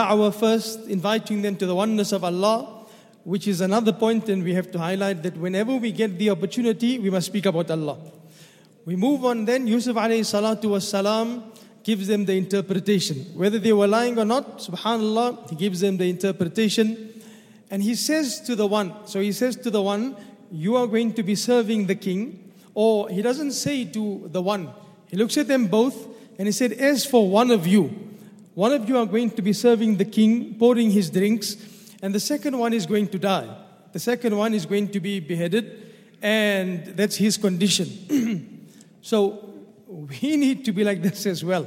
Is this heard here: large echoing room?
yes